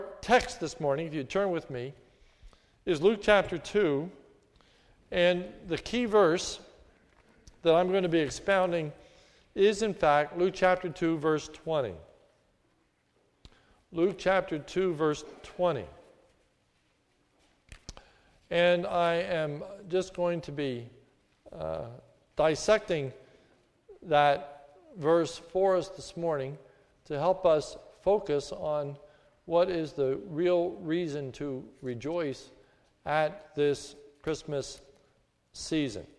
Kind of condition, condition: setting, large echoing room